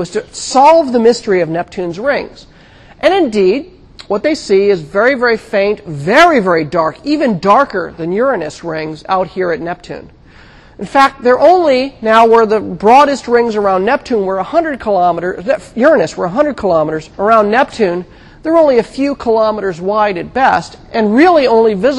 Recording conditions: large echoing room